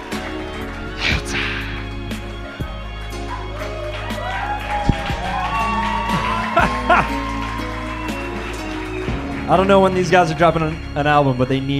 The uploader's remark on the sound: Live from Marks Garage. You get some fun live commercials in there too. The Arts at Marks Garage for hosting us.